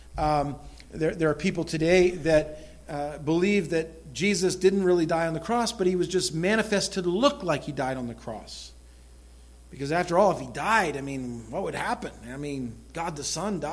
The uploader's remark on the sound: This recorded sermon entitled, Important Final Words, was delivered at the Madawaska Gospel Church on the morning of September 11, 2016.